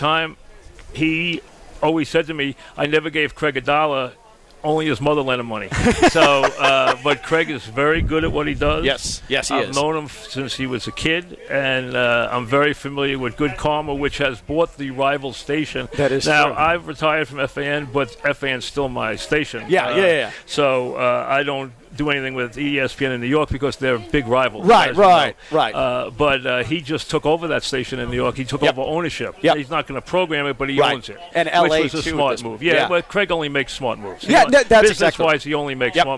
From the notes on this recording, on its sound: Joins us live from the HONDA CLASSIC.